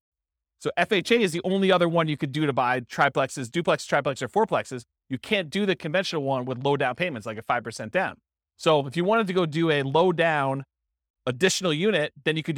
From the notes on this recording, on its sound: This was a live class recorded